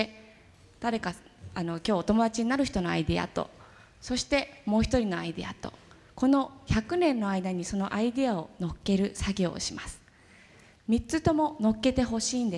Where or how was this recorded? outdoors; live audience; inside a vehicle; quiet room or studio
live audience